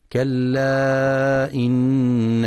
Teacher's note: ينتبه القارئ للمد المنفصل، كلا إن يمد أربع أو خمس حركات، وينتبه لغنة النون المشددة ولشدة الجيم في كلمة الفجار ولترقيق الراء وصلا.